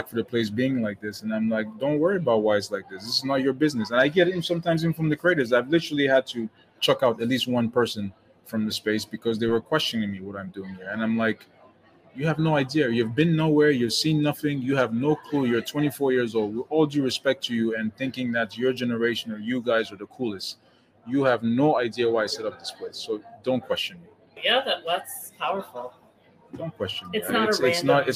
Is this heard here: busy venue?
yes